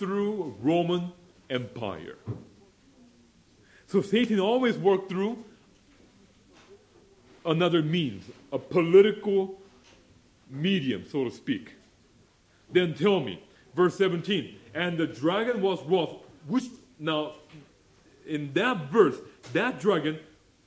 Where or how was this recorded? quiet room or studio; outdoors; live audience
live audience